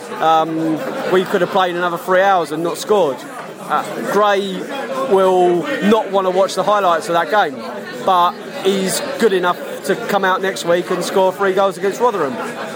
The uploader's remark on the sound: We chat to brentford and brighton fans in the pub after the match.